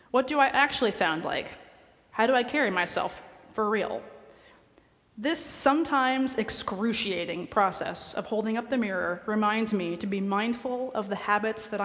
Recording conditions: large echoing room